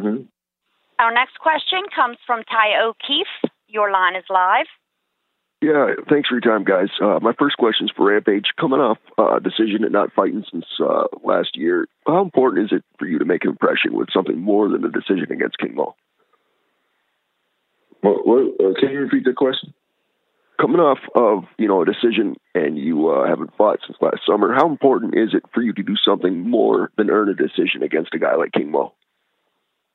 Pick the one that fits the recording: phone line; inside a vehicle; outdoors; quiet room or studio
phone line